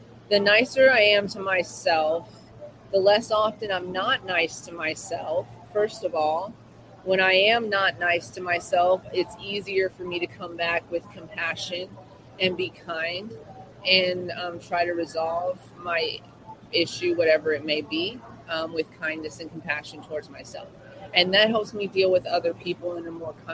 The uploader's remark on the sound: Live from MOCANN Biz Con